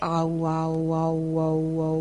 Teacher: When you say A and U quickly to blend them, they actually become O.